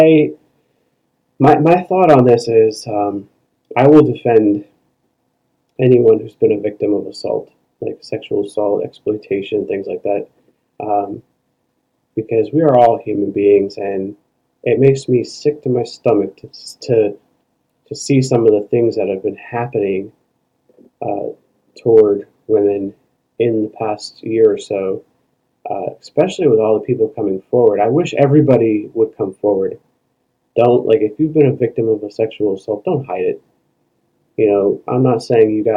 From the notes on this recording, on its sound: Sorry in advance for the poor audio quality on this episode